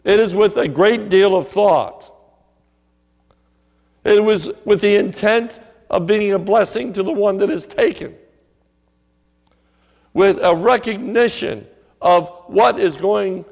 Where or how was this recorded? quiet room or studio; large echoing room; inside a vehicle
large echoing room